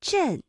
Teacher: 它的元音呢，就是从 a 到 n 快速转换的一个状态 · Term: 鼻韵母